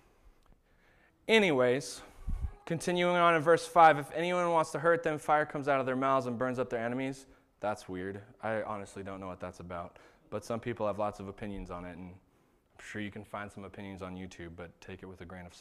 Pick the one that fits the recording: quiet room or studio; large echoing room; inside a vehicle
large echoing room